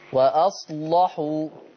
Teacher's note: خلي بالك من اللام بتاعت وأصلحوا، غلظيها شوية